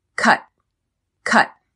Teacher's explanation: Notice how I don't pronounce the T at the end. I press air out of my mouth and stop. · There is a stop T on the word cut.